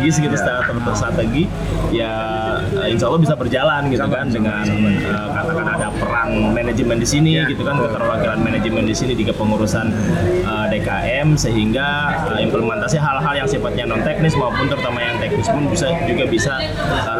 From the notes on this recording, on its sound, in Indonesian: Live Report Temu DKM 2 2023 direkam langsung di sela-sela acara pada 6-7 Oktober 2023 di Grand Mulya Hotel, Sentul Bogor.